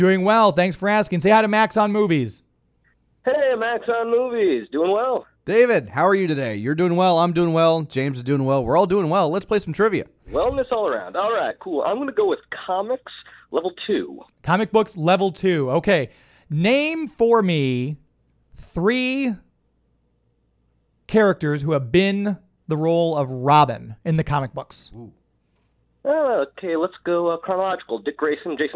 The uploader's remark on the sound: Live Trivia. We take calls live on air from listeners.